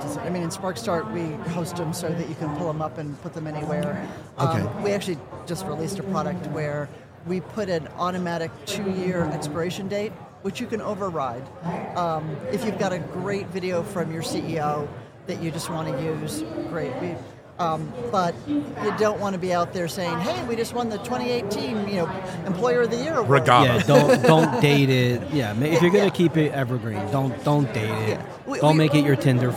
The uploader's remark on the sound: Recorded live from the floor of HR Tech. This is a special mini series recorded with Oleeo at HR Tech 2023.